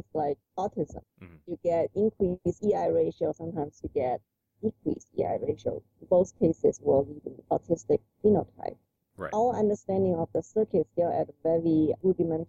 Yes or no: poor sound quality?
yes